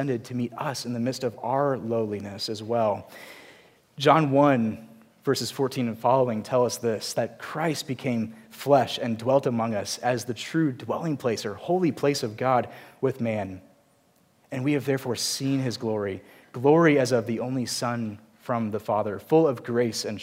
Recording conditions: large echoing room